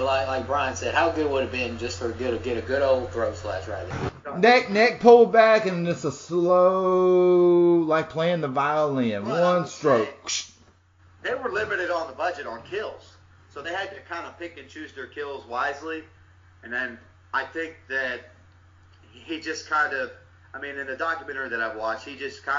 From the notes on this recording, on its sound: There's a tad bit of sound issues on this one